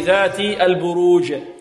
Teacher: طيب، عندنا ذات هنا الذال معجم، الذال منقوطة، وهذه الذال تخرج من طرف اللسان مع ماذا؟ مع طرف الثنايا العليا